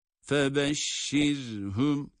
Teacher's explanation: Ra cezimli, kendinden önceki hareke esir olduğu için ra'yı burada ince okuyoruz.